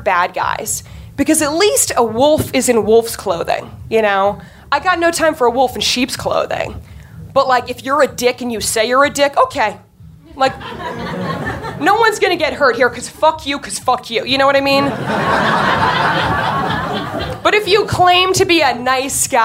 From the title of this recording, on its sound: Live From NYC Podfest 2014